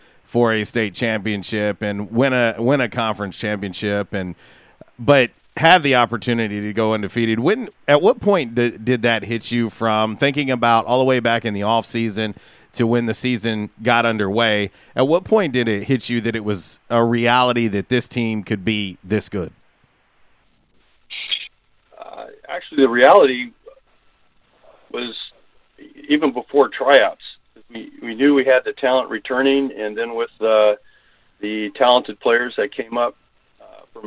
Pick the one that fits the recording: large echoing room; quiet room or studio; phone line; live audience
phone line